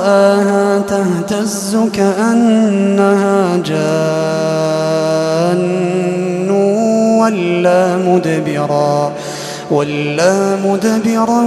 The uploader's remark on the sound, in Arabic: تسجيلات من صلاة التراويح لشهر رمضان عام 2016